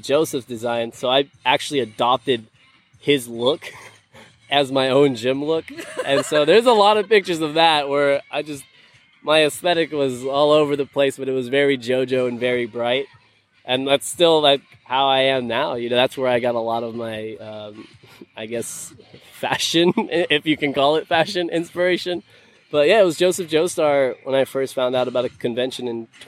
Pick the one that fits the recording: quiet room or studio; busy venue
busy venue